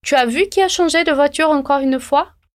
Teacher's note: fazendo essa entonação da pergunta. Ou seja, essa entonação que vai subir.